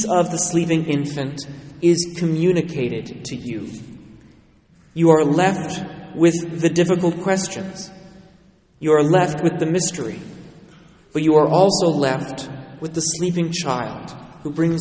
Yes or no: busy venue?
no